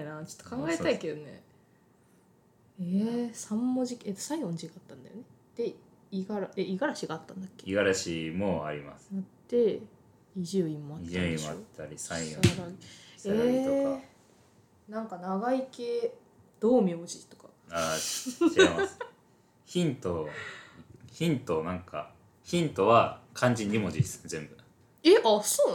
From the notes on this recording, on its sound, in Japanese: 収録中に机をたたきまくり、その音が入りまくっています。